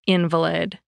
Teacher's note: it means one that's sickly or disabled when you stress the first syllable